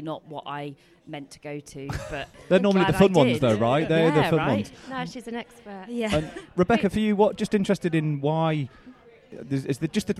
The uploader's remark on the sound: Live from IFC 2023